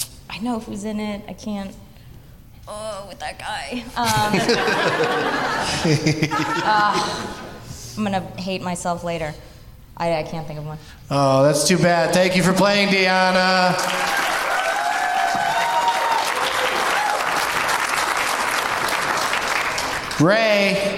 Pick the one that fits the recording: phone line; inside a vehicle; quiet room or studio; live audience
live audience